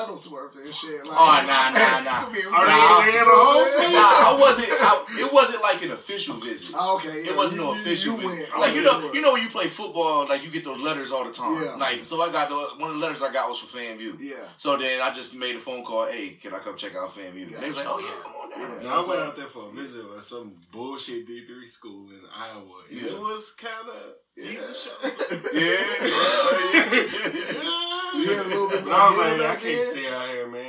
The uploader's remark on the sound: Please Excuse The Audio.